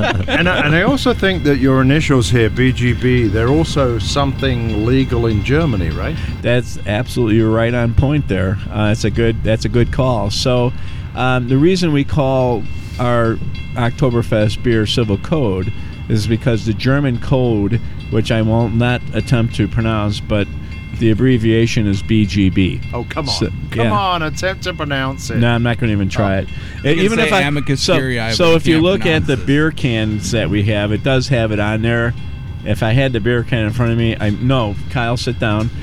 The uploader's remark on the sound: Pubcast from The Brit and Yankee. It was beautiful Fall weather when we headed down to Tinley Park to record our latest episode outside in a beer garden. We're at Banging Gavel Brews.